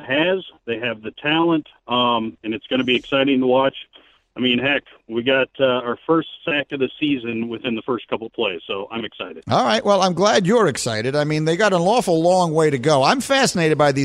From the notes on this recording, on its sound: We open the phones and take your calls.